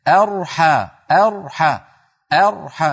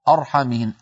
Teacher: من همزة مرققة إلى راء مفخمة · Shown in: first take · ولا نقول أبدا أرحمهن.